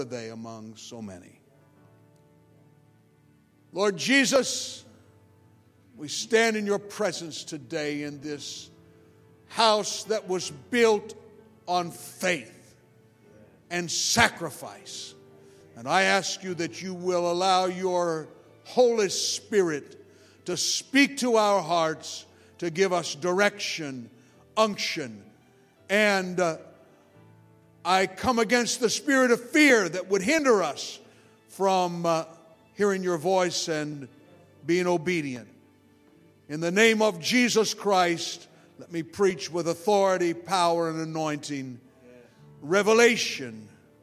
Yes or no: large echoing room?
yes